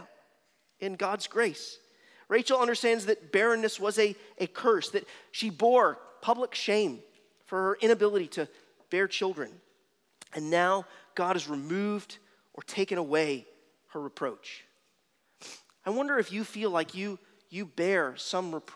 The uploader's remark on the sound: at Arlington Baptist Church in Arlington, Virginia